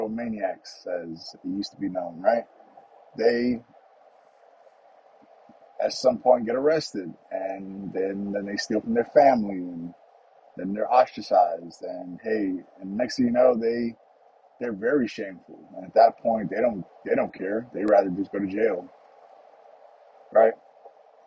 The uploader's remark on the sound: Just the morning’s drive to work and thoughts